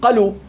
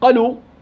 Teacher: لأنك ما أعطيت الألف حقها. الألف حقها كم؟ حركتين · Shown in: first take · Term: حروف المد